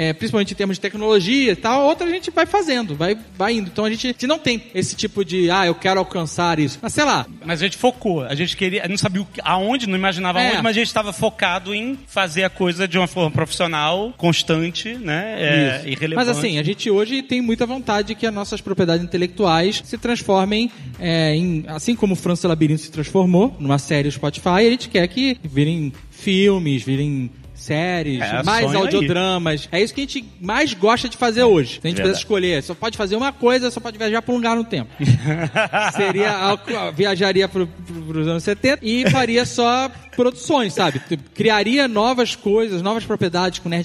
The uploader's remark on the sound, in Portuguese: Ao vivo no Spotify Podcast Festival